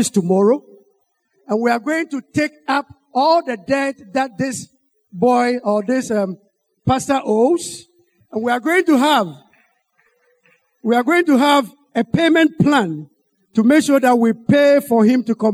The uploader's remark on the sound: Sermon preached at CBC Adabraka Campus